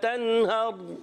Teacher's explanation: را ساکن سے پہلے زبر آ رہا ہے، را کو پر پڑھیں گے